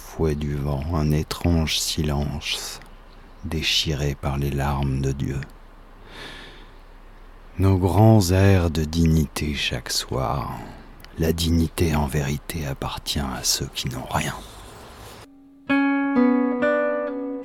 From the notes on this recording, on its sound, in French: Enregistré sur le balcon, d'où les bruits ambiants.